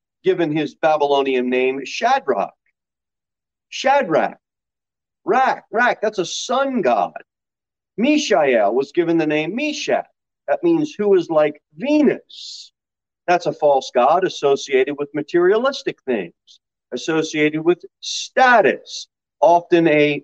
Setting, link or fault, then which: setting, large echoing room